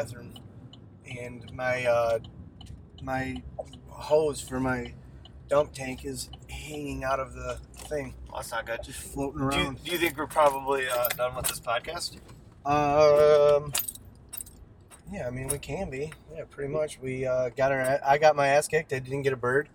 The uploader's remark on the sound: This is 2 separate recordings sandwiched into one episode. Both recorded during our Ohio public land turkey hunt.